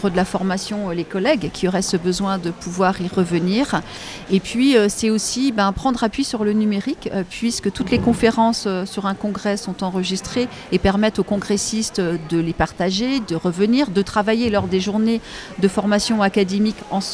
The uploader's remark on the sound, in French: En direct du Congrès de l'AGEEM, une table ronde réunit.